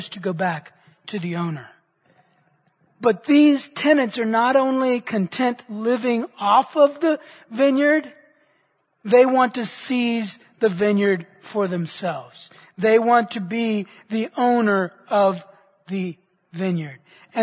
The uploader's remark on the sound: Which he preached at the Church at Brook Hills.